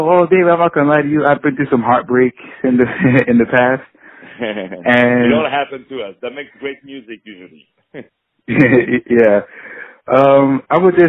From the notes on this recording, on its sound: On the phone